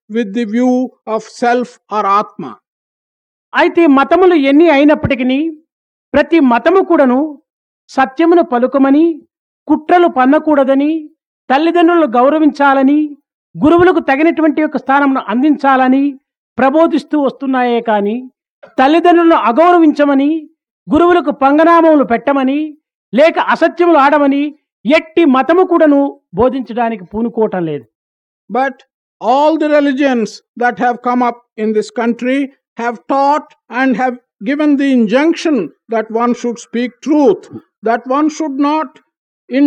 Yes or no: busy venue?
no